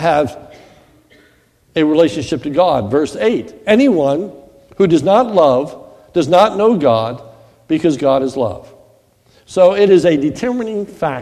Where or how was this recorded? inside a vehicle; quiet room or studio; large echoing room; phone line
large echoing room